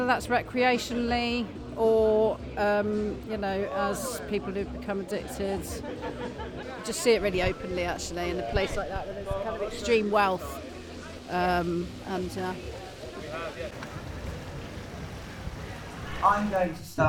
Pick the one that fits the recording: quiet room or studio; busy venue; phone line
busy venue